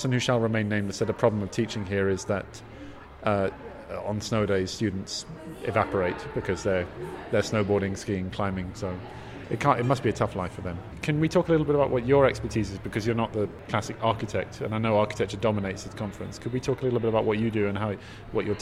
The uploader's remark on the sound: live from day one of NCBDS 33